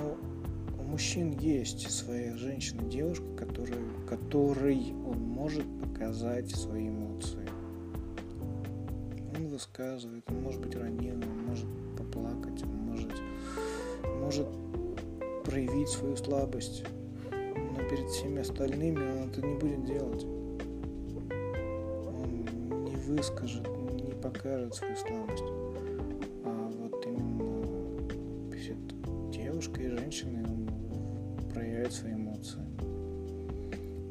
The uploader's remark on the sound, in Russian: я тут снова записал тебе войс